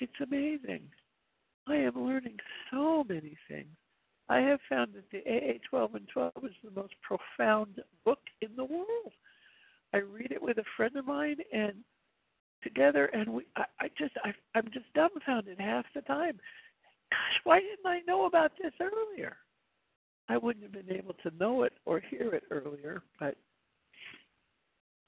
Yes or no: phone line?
yes